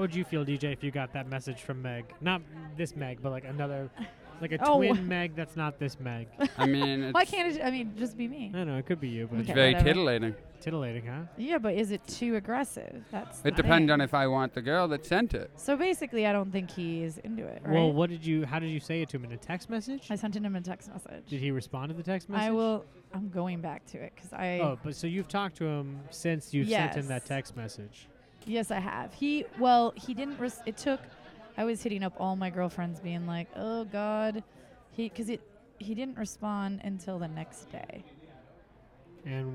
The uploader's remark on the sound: A fun episode recorded at The Comedy Store